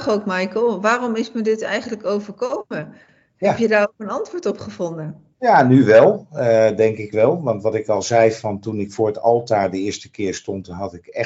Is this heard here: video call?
yes